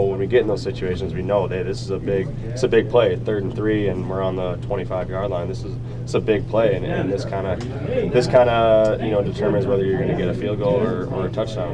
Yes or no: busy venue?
yes